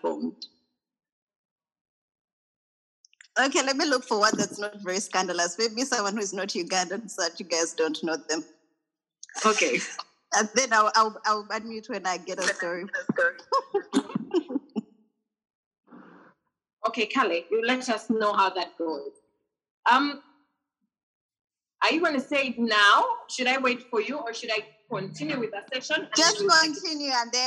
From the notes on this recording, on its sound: We hosted this episode via zoom